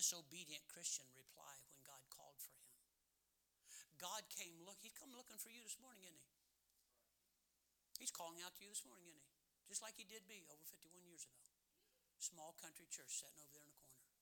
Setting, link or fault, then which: setting, large echoing room